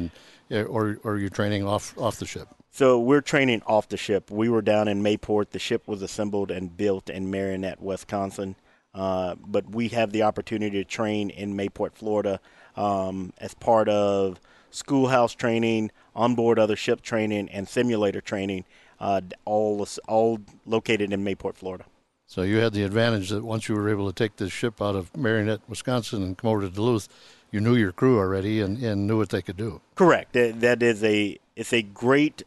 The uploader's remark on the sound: This week we are recorded live from the USS Minneapolis-Saint Paul. A Freedom variant littoral combat ship.